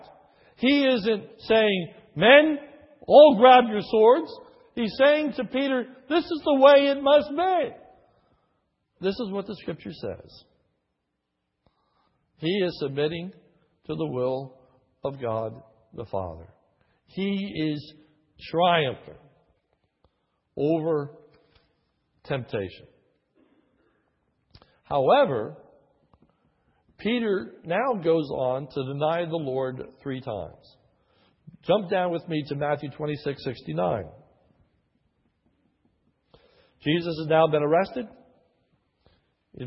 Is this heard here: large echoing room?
yes